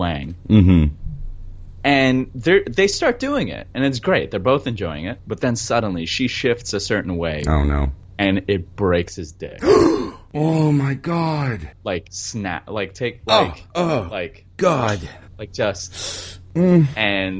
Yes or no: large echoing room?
no